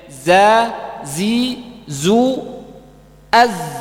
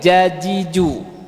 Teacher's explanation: Huruf zai ujung lidah nempel di gigi seri bawah. · Shown in: first take